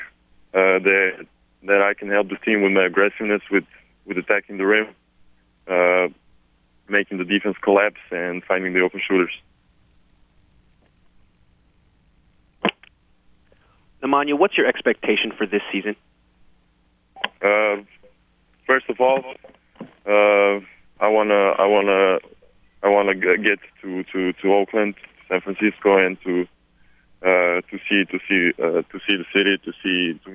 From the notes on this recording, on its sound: conference call